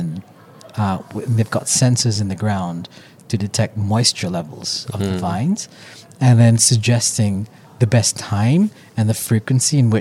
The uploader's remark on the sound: Recorded in Sydney at Cloud Innovate Exchange.